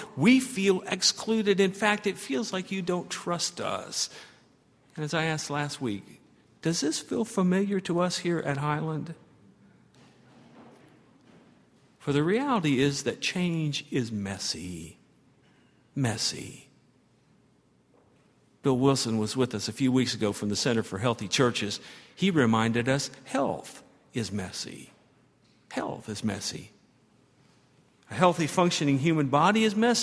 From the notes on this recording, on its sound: At Highland Baptist Church.